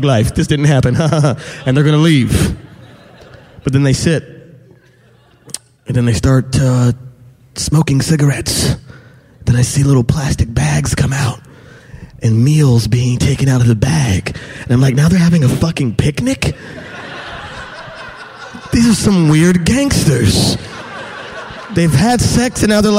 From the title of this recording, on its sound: Live From Portland!